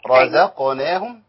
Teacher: خدي بالك، الراء هنا مفخمة قولا واحدا عند كل القراء